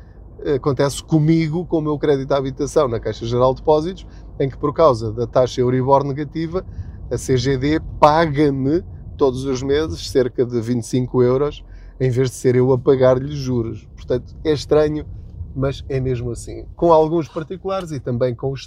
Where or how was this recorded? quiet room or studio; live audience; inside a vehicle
inside a vehicle